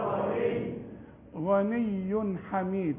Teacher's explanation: تنوينه بعد حاء ما تغنش